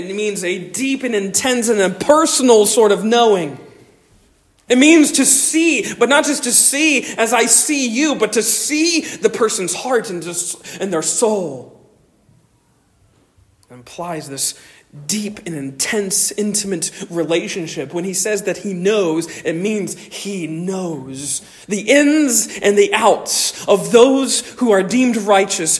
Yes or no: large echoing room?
yes